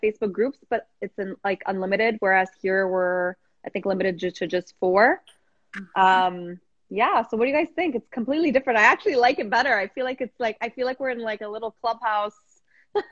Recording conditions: video call